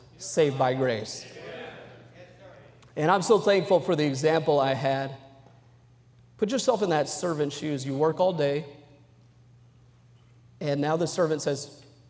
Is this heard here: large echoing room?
yes